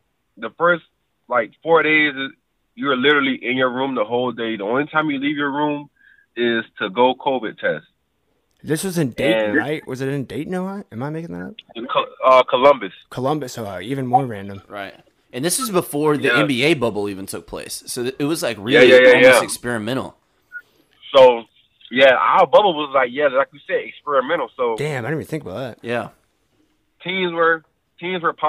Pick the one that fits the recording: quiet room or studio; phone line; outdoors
phone line